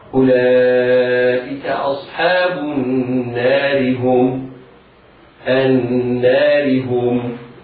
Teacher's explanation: ثم ننظر، هل سنقف على الراء أم سنصلها بما بعدها؟ إذا الراء في حال الوصل مكسورة فيجب ترقيقها